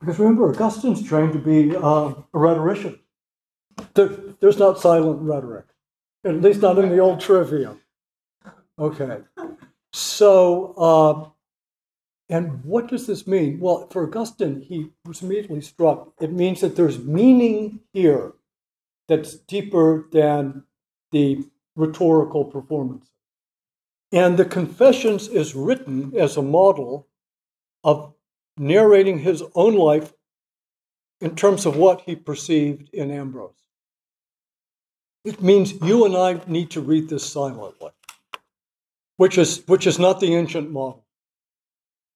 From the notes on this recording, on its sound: This lecture was given on June 12, 2023 at the Dominican House of Studies in Washington, D. As part of the 2023 Civitas Dei Summer Fellowship.